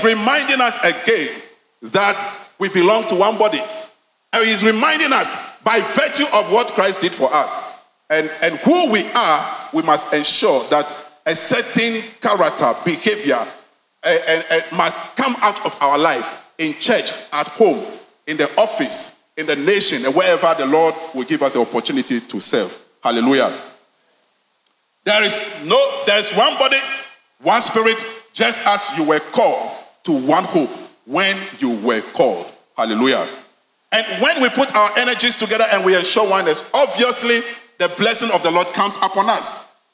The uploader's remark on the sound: Sermon preached at CBC Shiashie Campus